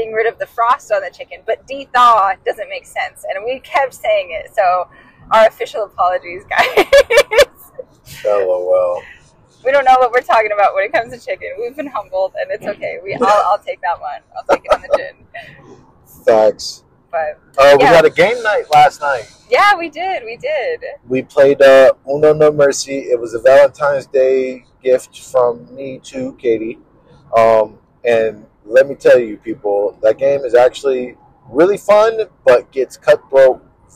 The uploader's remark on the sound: On tHe RoAD. Sorry about the audio guys it was our first try.